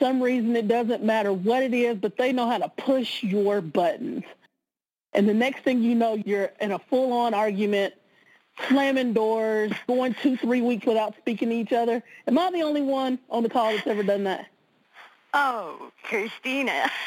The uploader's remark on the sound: conference-call based classes